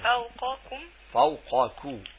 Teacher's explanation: القاف مفخمة والكاف المضمومة مرققة